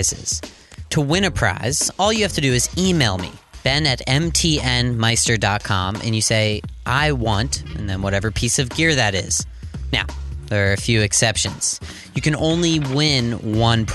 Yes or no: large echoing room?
no